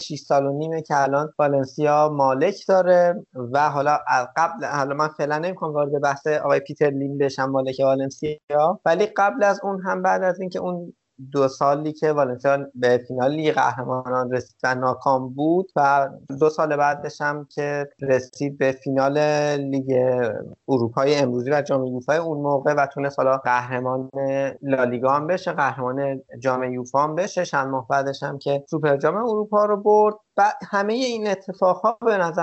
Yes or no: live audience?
no